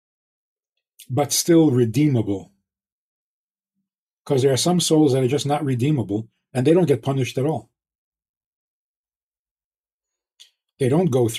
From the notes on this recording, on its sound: VIP Zoom conversations